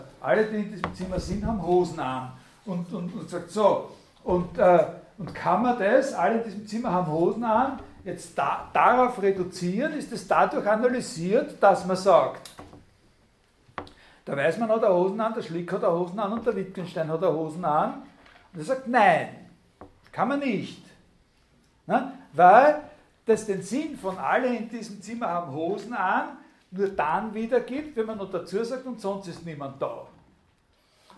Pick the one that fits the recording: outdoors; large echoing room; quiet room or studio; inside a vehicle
large echoing room